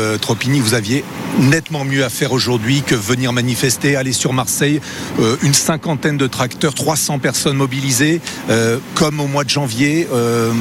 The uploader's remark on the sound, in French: En direct de la manifestation des agriculteurs